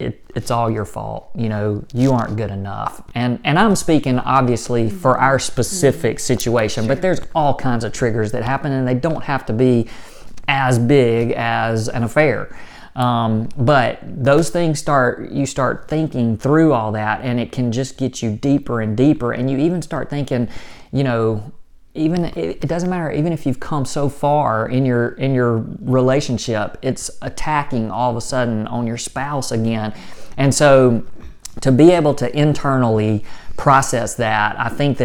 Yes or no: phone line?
no